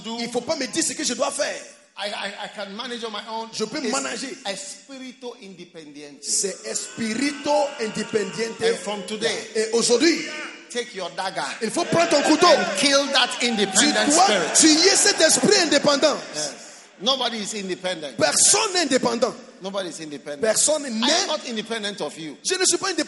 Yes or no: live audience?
yes